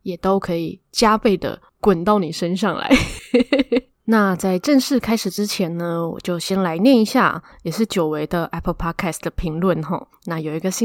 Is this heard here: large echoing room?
no